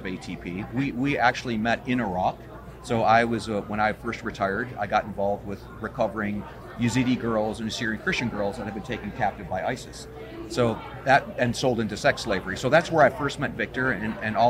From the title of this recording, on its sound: The Unity Project What’s UP? Podcast at AmFest